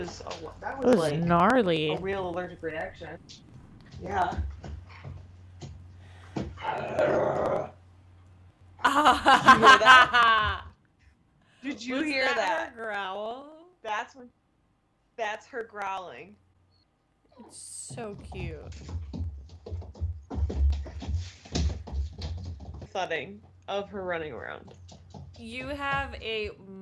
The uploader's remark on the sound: You don't wanna miss all the adorable sounds of Pepper the newest puppy with attitude in the building.